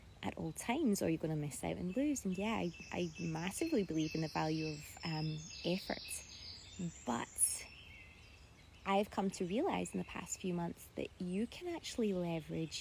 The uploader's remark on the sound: This episode was taken from an IG live